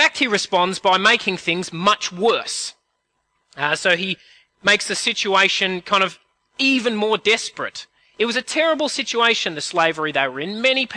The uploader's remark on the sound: At a CIG service